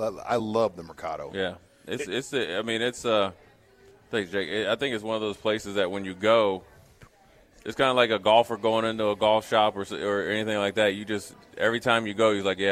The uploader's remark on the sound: Live from Tanner's